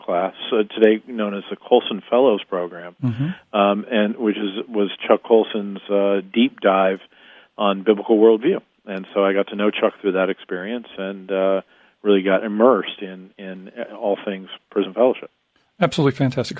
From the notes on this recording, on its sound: Is on the phone with the President and CEO of Prison Fellowship.